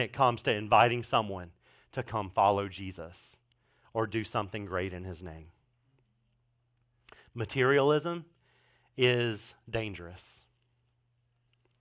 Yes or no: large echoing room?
yes